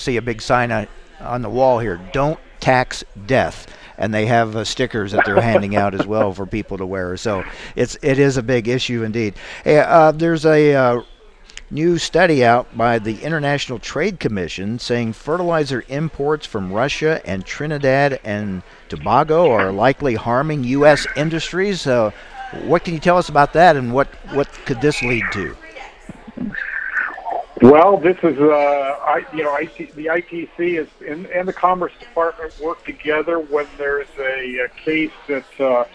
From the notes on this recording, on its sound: reports live from the Missouri State Fair in Sedalia, MO!